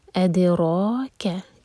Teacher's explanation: اد دال پر قلقلہ اس کے بعد رو ہے